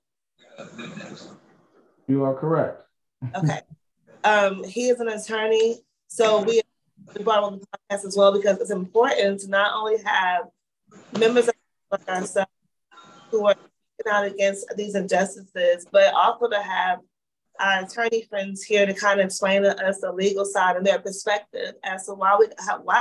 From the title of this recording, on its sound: A Virtual Community Townhall